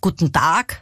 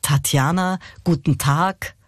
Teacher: Also hier schöne aspirierte Konsonanten. Aspirare heißt behaucht. Also das H nach dem T hörbar machen. · Shown in: second take